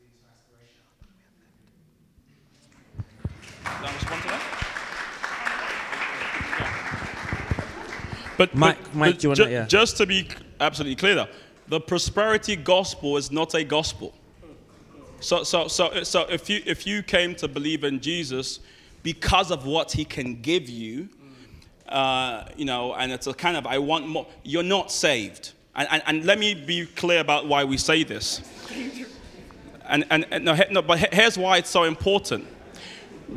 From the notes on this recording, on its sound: Audio from the Black Berea Live Event.